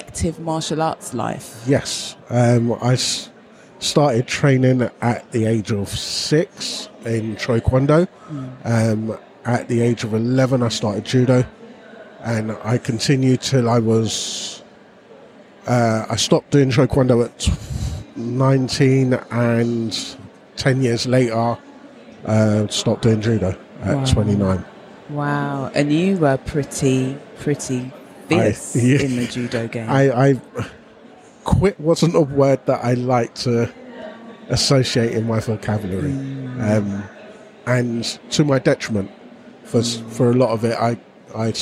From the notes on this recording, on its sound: recorded live last May from the Emancipated Run Crew stand at The National Running Show South